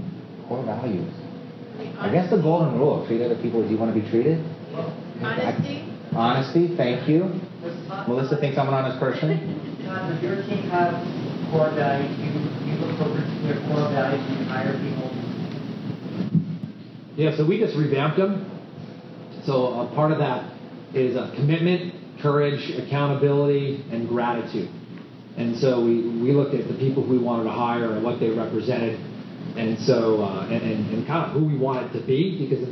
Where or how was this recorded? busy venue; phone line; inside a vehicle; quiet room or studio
busy venue